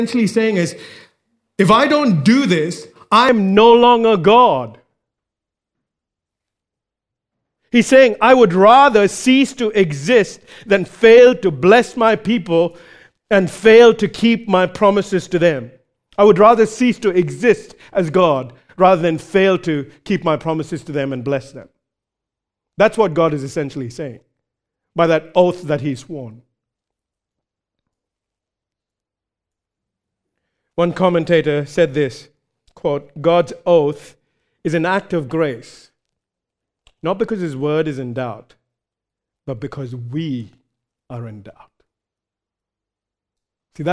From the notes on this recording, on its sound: Recorded live at Grace Community Bible Church.